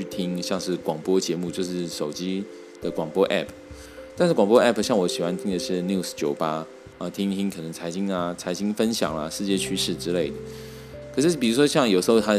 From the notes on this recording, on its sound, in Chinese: 今天入手的雪怪（Blue Yenti）終於到了！然後開始學習mac上的garageband來錄音，發現有些發音錄起來變得怪怪的，雖然也有些惱人的雜音。